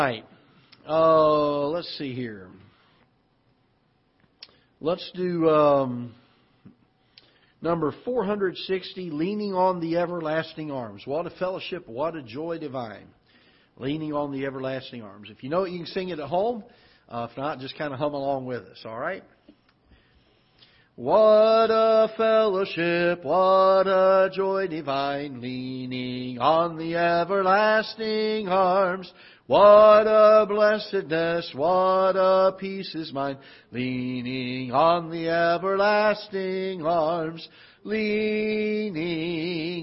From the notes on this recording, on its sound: Ketha Heights Baptist Church ~ Live Broadcast.